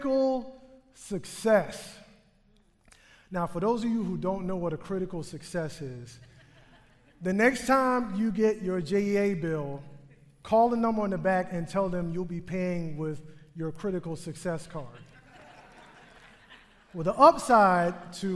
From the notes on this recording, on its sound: Recorded live on stage at the Florida Theater in downtown Jacksonville.